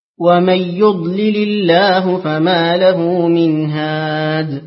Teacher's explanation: ثم أقرأ لخلف بترك الغنة